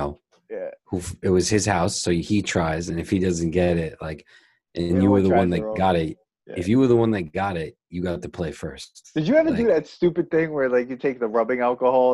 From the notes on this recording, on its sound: On Zoom so there are some small sound discrepancies.